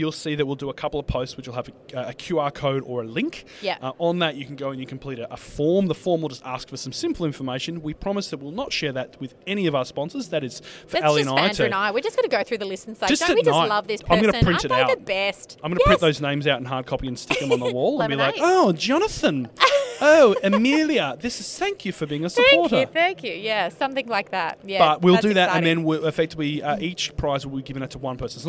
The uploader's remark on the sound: LIVE from Accountex 2023!